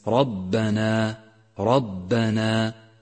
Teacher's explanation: وقد فخمت الراء في كلمة ربنا لأنها مفتوحة · Term: الراء المفخمة